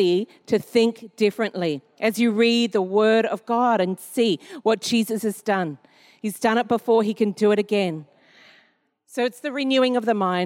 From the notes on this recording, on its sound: Recorded during our 9am service on Sunday, the 19th of March 2023